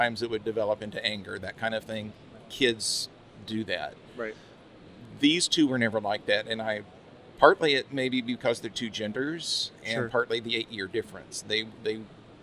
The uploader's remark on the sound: at Dallas Fan Expo 2018